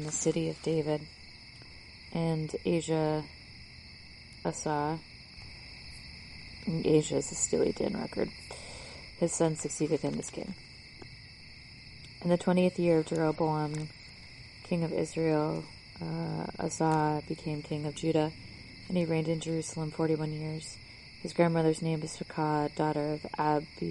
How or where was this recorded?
outdoors